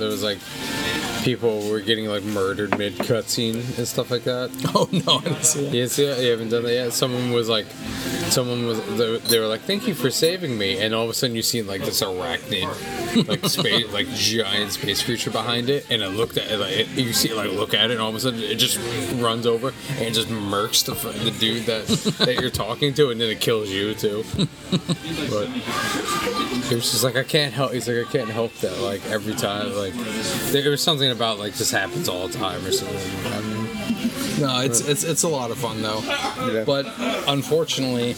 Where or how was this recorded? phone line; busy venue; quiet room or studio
busy venue